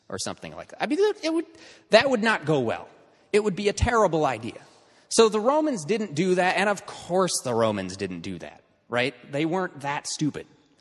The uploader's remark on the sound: This is a recording of the week 3 of Part 1 of our in-person course